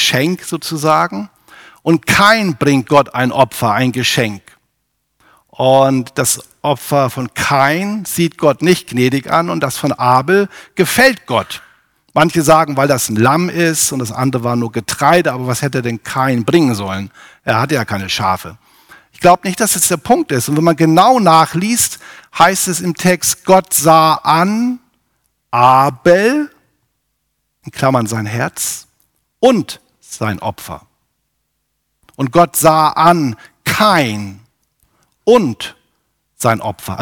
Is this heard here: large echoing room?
yes